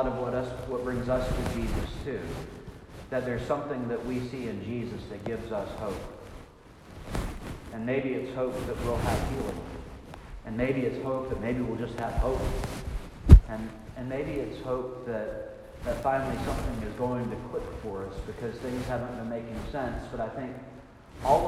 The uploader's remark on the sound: This is from the 1030 service, and apparently my microphone failed. Thus, enjoy the unplugged version, featuring occasional pocket scratches and strange noises that I choose to interpret as the rustling of the Spirit...